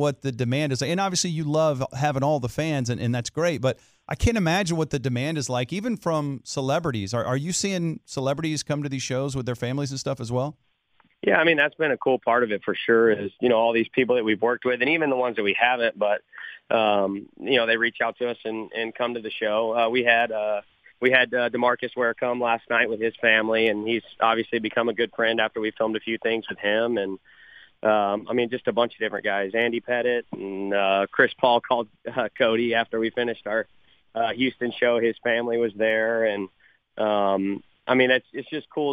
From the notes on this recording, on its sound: called in to the show today